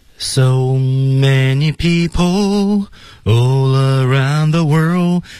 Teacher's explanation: so many 这块其实要有一个小的停顿啊，在 people 后面